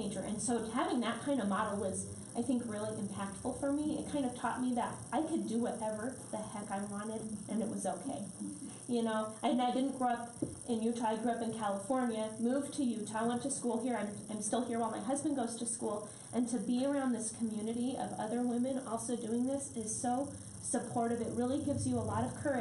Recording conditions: live audience